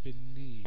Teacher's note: so stress on the second syllable.